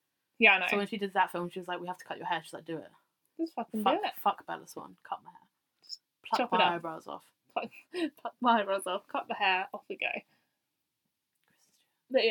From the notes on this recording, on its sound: This is mainly a tester podcast. Try and ignore the quality of the podcast, the wrong microphone was used.